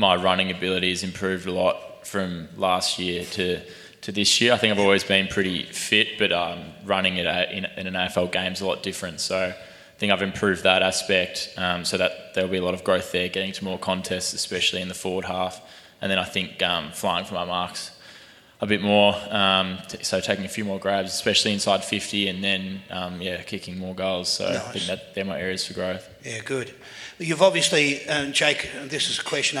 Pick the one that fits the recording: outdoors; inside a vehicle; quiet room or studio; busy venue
busy venue